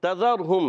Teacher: ذال کا مخرج ہے زبان کا سرا اوپر کے دانتوں کے کناروں سے اندرونی کنارے بیرونی کنارے دونوں استعمال کر سکتے ہیں اور سا · تا کا مخرج ہے زبان کا سرا اوپر کے دانتوں کی جڑوں سے